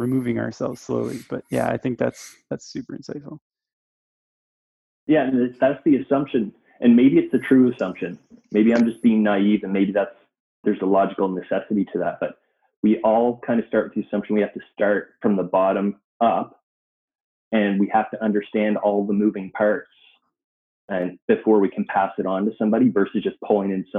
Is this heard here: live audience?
no